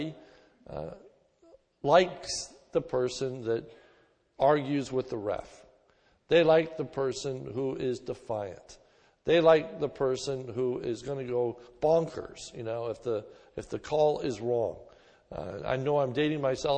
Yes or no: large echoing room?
yes